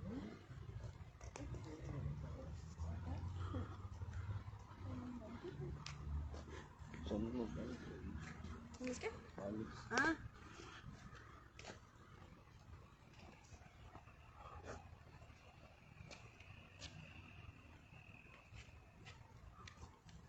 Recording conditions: outdoors